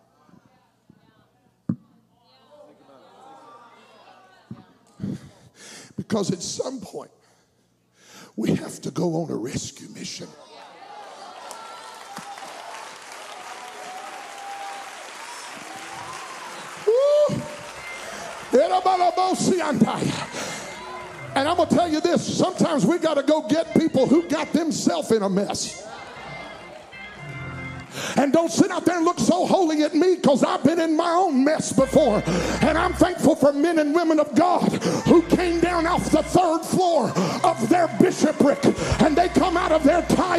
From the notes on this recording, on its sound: at Impact Youth Conference 2022